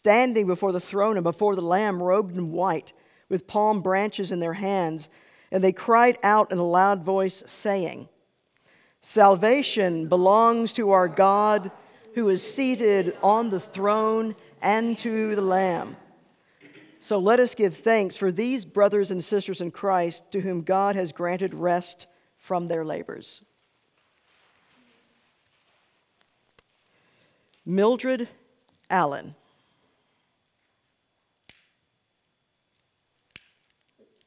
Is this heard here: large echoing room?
yes